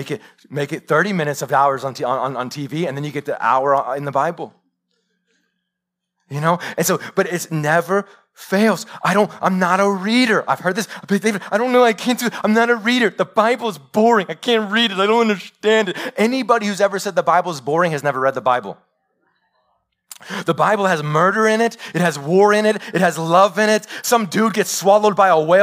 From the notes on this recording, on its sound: Live sermon recorded 21-Mar-2021 .